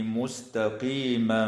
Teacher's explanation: ويراعى ترقيق السين والتاء في كلمة مستقيما